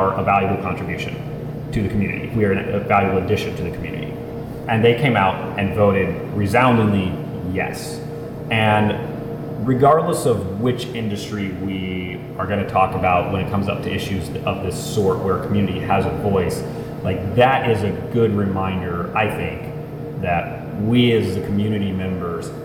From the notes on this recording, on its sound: We don't do the three person format very often - and we don't record on location too much. The sound is going to be a little more open than usual.